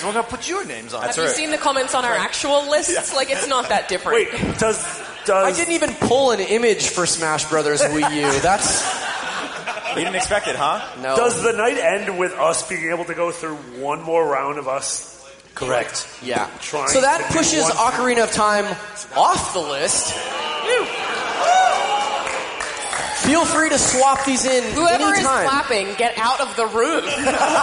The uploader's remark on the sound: Live at PAX